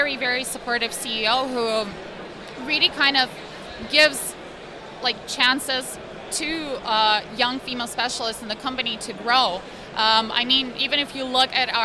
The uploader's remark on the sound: Unlimint Interview at Bitcoin Amsterdam